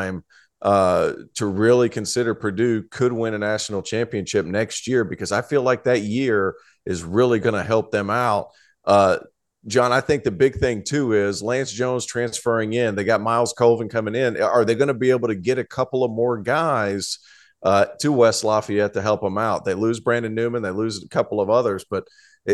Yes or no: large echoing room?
no